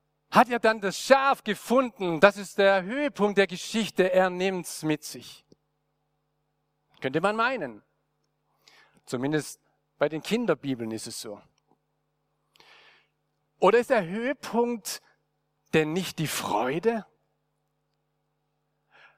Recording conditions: large echoing room